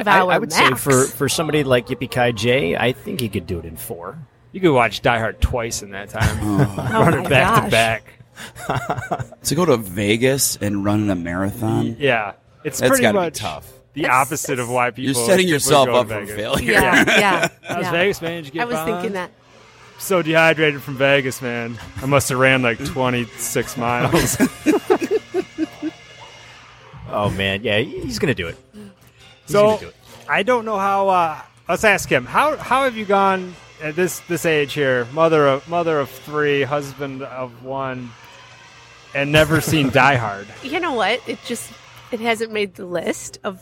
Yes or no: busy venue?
yes